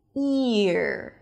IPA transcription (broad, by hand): ɪr